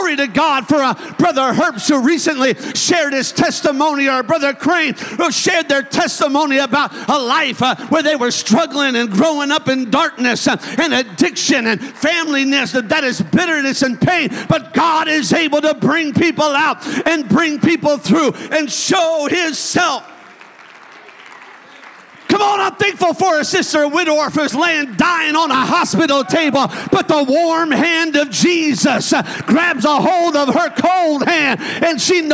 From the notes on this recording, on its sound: a service recording from Connect Point UPC